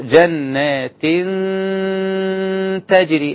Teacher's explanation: بخفي التنوين مع الغنة · Term: اخفاء مع الغنة